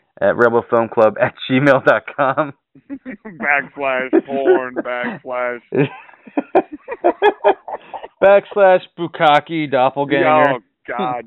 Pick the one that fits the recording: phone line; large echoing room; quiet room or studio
phone line